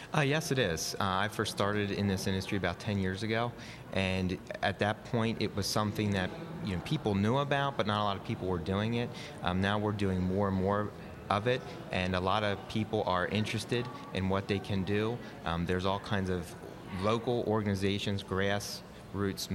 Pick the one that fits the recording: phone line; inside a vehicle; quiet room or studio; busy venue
busy venue